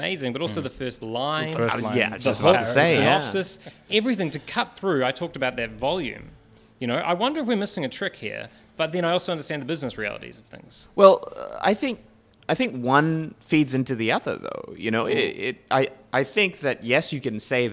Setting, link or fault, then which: setting, live audience